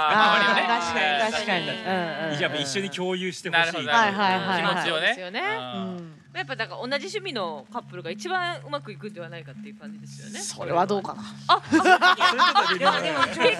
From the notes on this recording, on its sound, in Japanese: ヨルガオ。 のお客さんも巻き込む大盛り上がりの公開収録。周年のお祝いに飲みに来ているお客さんから生のお題をその場でいただくという公開収録ならではのスタイル。